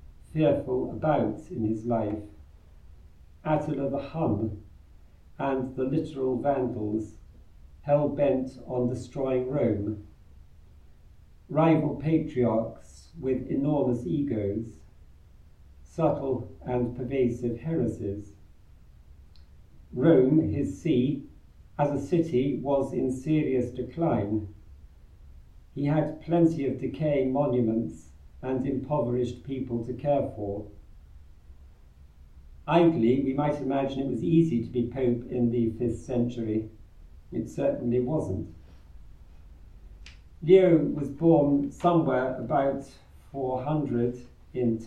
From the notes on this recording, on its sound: Recorded live at Southgate House on 10 November 2023.